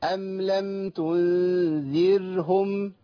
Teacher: الراء عندي في تنذرهم راء ساكنة مرققة، لان قبلها ذا المحركه بكسر